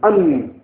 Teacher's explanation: The noon is more towards the root of the teeth.